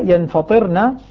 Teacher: بالنون مع تخفيف الطاء وكسرها